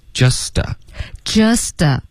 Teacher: It's hard to believe.然后后面呢 just 跟 a 我们要连读，同时会把这个 t 的音给浊化了